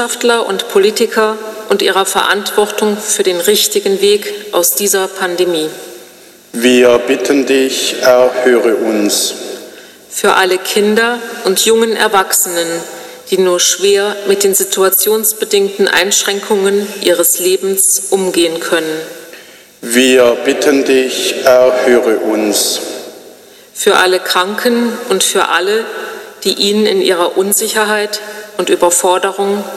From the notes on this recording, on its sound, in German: Ausschnitte vom Gottesdienst 5. Sonntag im Jahreskreis B 2021 in Helmsheim.